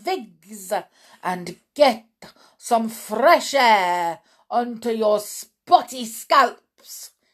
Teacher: she did something funny with the letter R. She would roll it around her mouth